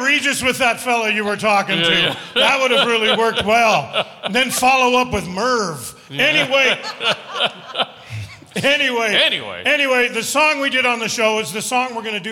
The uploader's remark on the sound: Live at the SouthPoint Casino